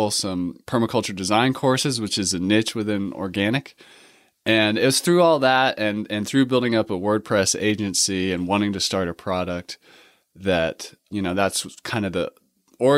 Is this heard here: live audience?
no